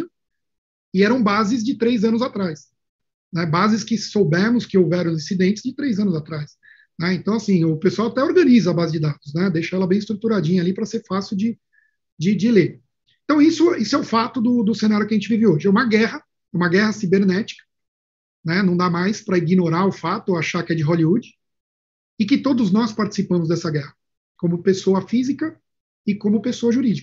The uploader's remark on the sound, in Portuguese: Confira através de áudio o Webinar aconteceu no dia 28 de outrubro de 2021